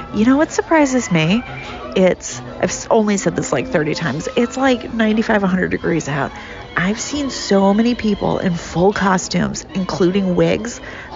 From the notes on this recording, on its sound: LIVE Recording at Mickey’s Not So Scary Halloween Party. This bonus episode includes the raw audio from my time at the party.